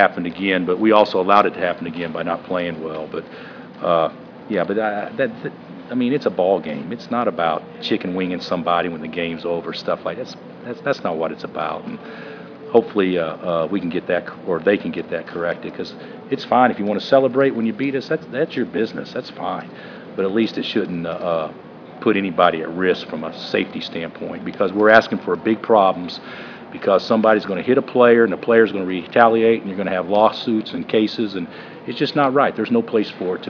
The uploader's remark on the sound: Press Conferences & Post-Game Interviews